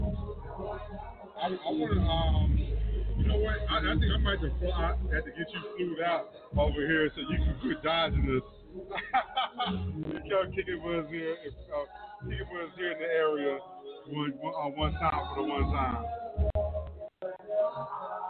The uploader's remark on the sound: Live From Pinups Cabaret. Life After Dusk Live in Pinups Cabaret!